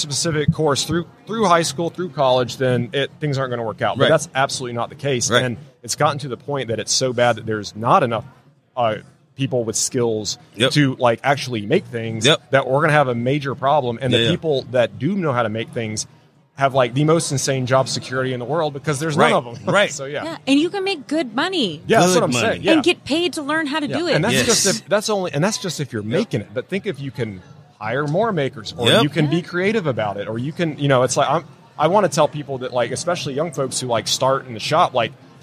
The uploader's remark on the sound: LIVE from WORKBENCHcon 2022